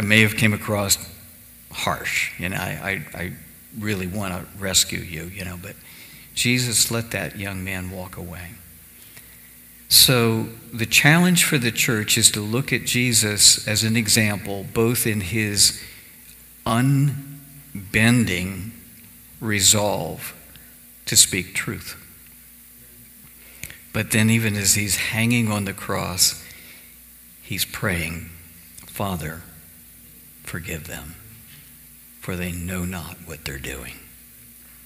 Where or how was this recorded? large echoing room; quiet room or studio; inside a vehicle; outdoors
large echoing room